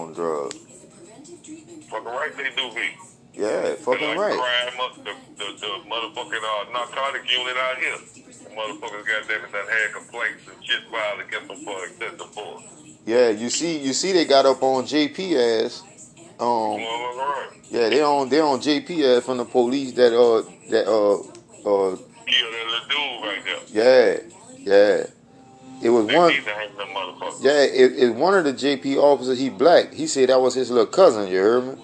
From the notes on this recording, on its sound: Phone call conversations